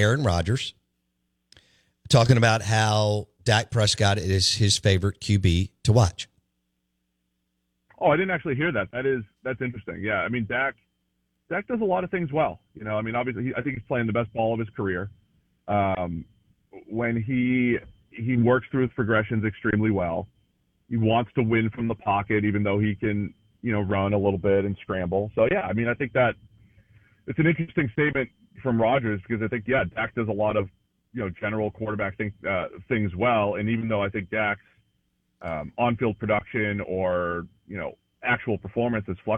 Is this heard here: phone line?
yes